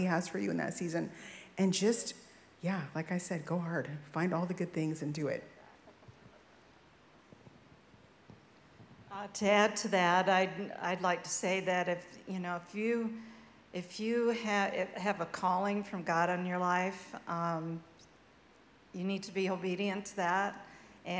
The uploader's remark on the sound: Live Panel Discussion